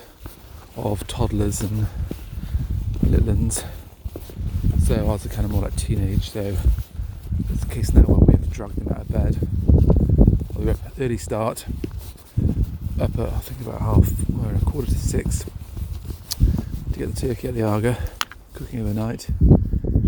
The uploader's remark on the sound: Boxing Day walk